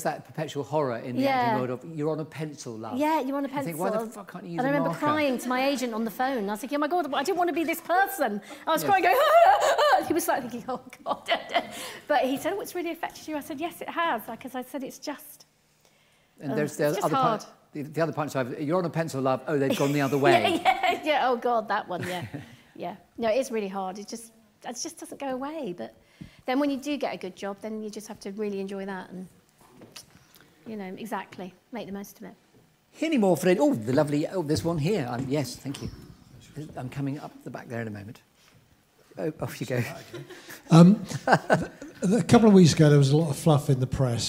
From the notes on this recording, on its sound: LIVE from The Theatre Royal Bath.